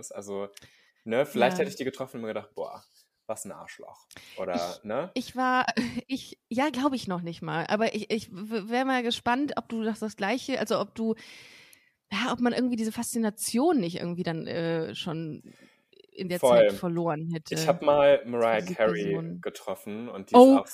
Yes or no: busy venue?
no